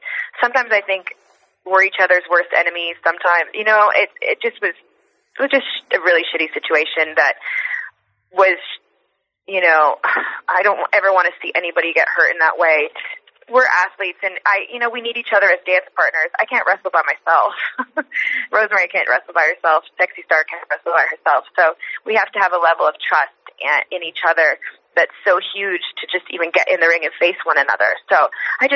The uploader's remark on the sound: IMPACT Wrestling Teleconference